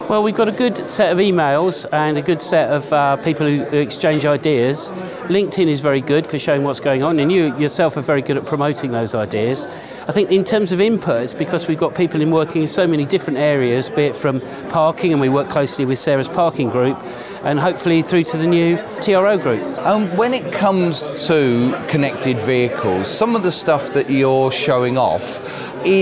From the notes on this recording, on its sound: Chatting transport technology at the TTF Conference. As we chat to people at the Transport Technology Forum Annual Conference in Leeds.